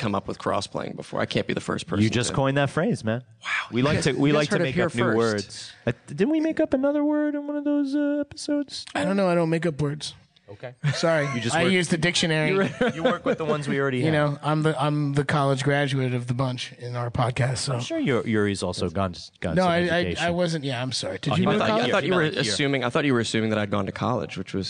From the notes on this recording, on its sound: LIVE from Los Angeles at Stan Lee's Comikaze 2015